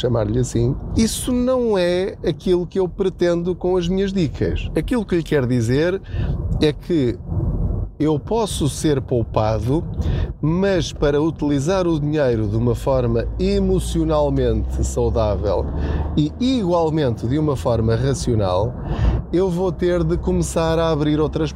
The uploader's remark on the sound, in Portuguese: Não ligue aos barulhos da viagem.